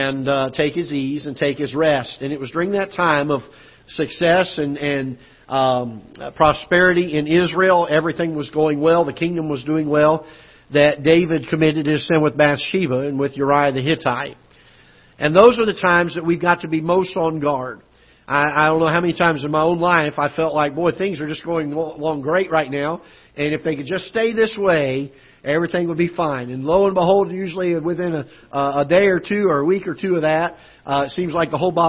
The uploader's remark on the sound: Ketha Heights Baptist Church ~ Live Broadcast